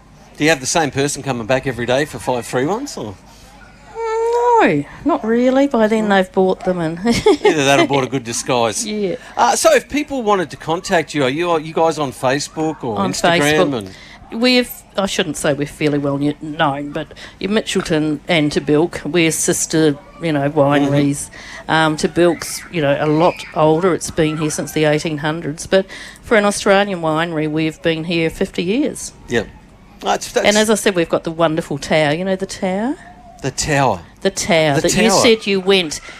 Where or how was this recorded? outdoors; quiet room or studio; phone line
outdoors